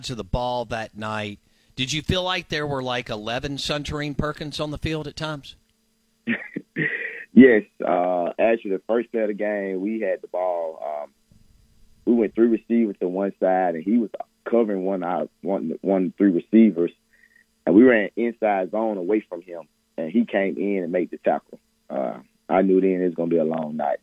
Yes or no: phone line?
yes